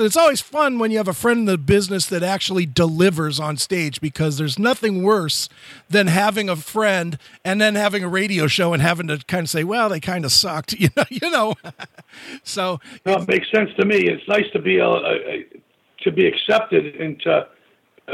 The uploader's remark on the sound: Called.